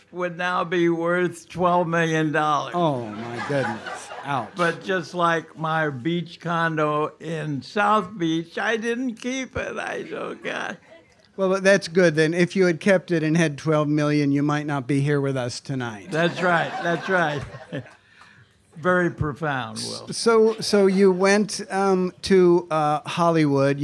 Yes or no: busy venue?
yes